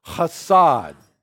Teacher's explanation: It's a guttural sound. It's got that hard sound. Kind of comes from the back of your throat.